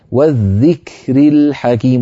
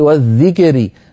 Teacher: راء مفخمة وسيم مرققة والذكر الحكيم الذكر شدة وهمس في الكاف شدة ثم همس في الكاف · Shown in: first take